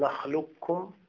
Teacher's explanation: بقي الإطباق، ليس الإطباق، بقي أن نأتي بالإدغام كامل، يعني أن نقول نخلقكم أو نقول نخلقكم بدون قلقلة، نأتي بالقاف مفخمة لكن بدون قلقلة. هناك من قال بهذا، ولكن الصحيح المختار هو أن نلغي القاف، لا يبقى للقاف وجود في هذه الكلمة.